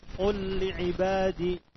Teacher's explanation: ketika huruf yang datang setelah qul adalah huruf lam maka diidghamkan